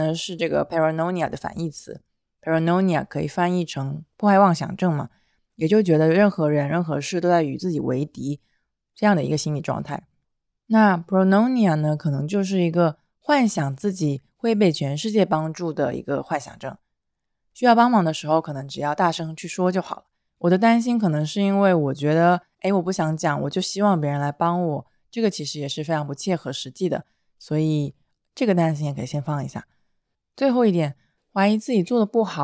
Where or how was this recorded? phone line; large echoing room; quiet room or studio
quiet room or studio